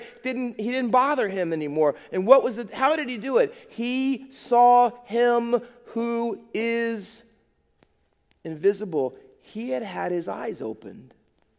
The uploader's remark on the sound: Faith Baptist Church in Hamilton, NJ.